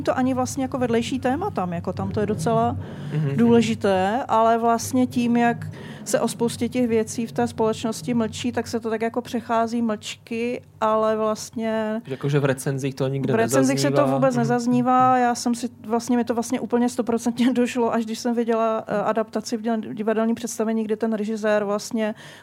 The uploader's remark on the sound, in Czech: Společně se Záložkou jsme se opět po roce v rámci festivalu Prague Pride vydali do kavárny Patra za queer literaturou.